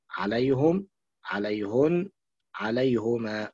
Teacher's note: لو نظرت في كل هذه الأمثلة ستجد أن هنا أن هاء الضمير هنا واقعة بعد ياء ساكنة، عليهم عليهن عليهما. إذن الإمام يعقوب يضم الهاء بعد الياء الساكنة مطلقا إلا في المفرد